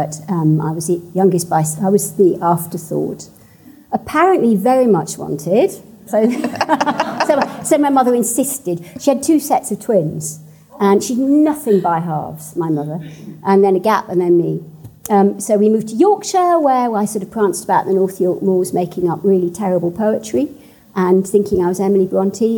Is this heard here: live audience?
yes